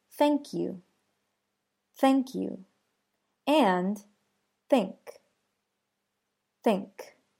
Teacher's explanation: the unvoiced way of pronouncing TH. Blow air out and you should be able to pronounce thank you, thank you, and think, think.